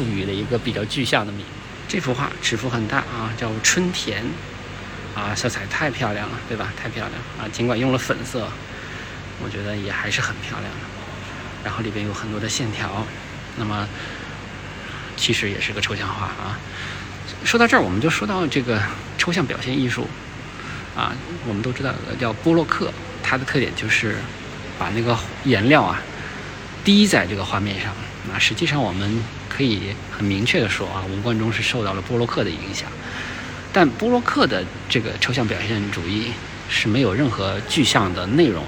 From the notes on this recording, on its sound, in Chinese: 这是一个视频，也没有任何的准备，就是在看展现场一边看一边谈感受。清华艺博。